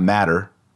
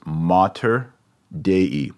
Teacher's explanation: Mater means mother. Notice that that first A is not short, it's long because the accent goes on the second to last syllable. · Shown in: second take